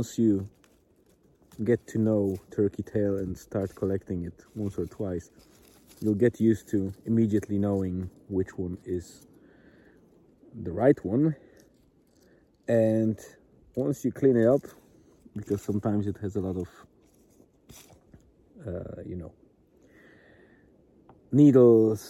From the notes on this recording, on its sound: I decided to dictate this post on my phone as I walk through the forest and while my wife is doing her daily walk at Murvagh Beach.